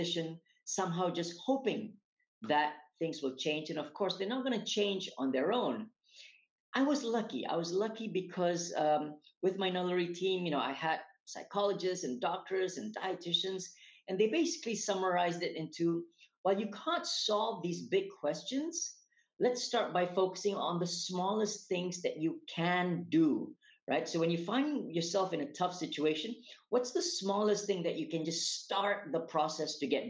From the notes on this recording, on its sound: recorded webinar series